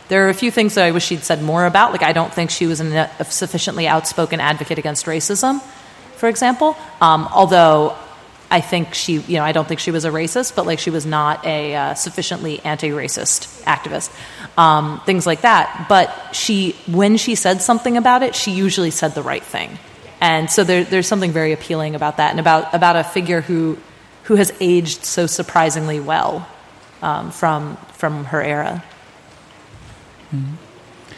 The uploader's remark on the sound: at Swecon 2014 – the Steampunk festival in Gävle, Sweden